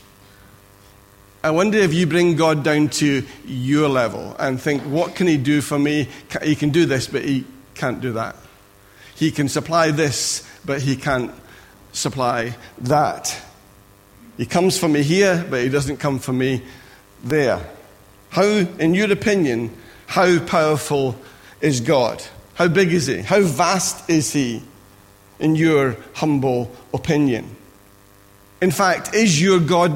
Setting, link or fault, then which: setting, large echoing room